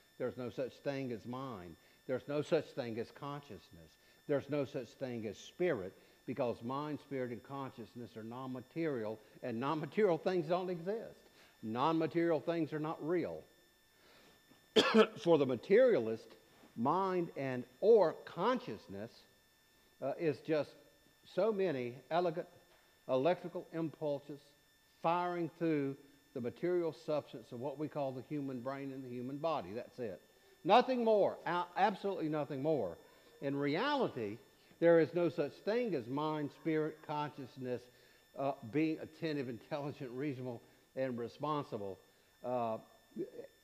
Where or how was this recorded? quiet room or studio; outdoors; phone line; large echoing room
large echoing room